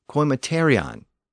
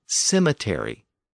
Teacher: Within French, that initial hard K sound shifted to an S sound